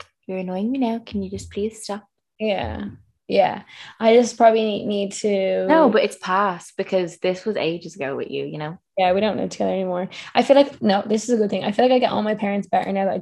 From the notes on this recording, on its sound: Our second long distance zoom podcast (still not the vibe). In this weeks episode from RAINY Bali.